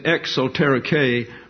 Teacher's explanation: The accent is on the final syllable of exoterike and esoterike.